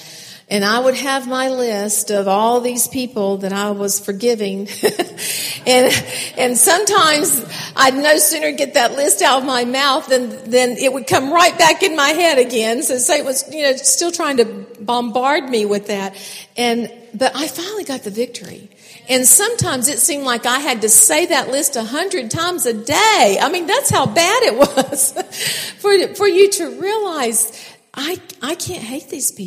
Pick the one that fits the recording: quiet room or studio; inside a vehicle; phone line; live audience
live audience